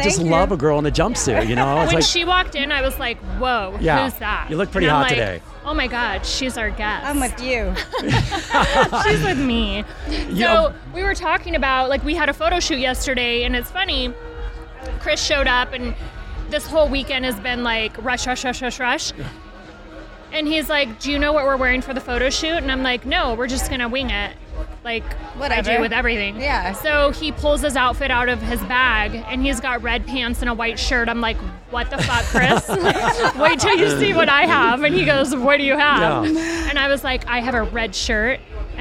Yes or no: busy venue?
yes